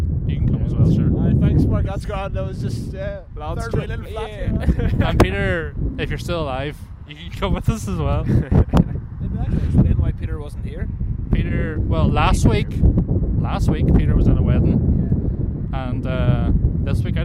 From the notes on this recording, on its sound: On this weeks short episode we take the podcast outdoors to the famous Carrickfergus Castle.